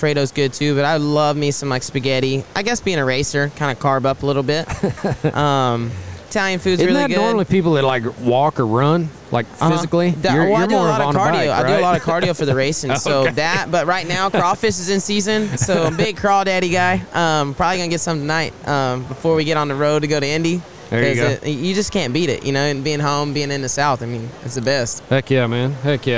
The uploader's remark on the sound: Today we are coming to you from the NRG Center at RodeoHouston and we are lucky to be in the Lane Frost Brand booth for today’s episode of the podcast.